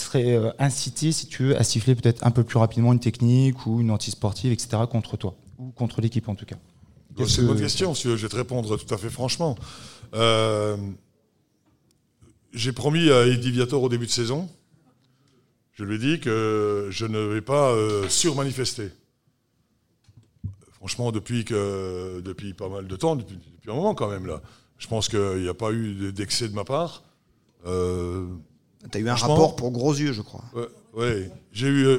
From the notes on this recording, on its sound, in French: En public au Chorum Alain-Gilles.